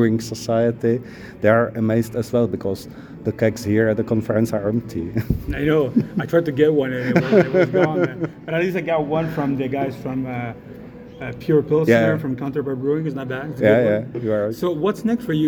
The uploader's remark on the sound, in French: au Ontario Craft Brewers Conference & Suppliers Marketplace